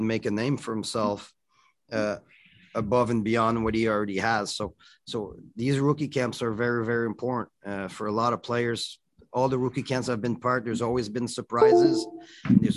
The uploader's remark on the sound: BROSSARD, QC — The AHL Report team from Rocket Sports Media was on the media’s Zoom call for the first on-ice session of the Montreal Canadiens’ 2021 Rookie Camp.